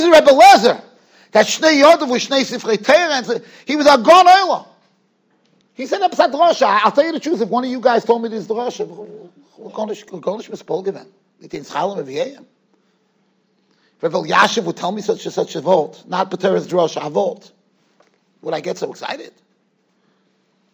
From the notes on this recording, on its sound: Shiur recorded in Yeshivas Ohr Reuven, Monsey, NY.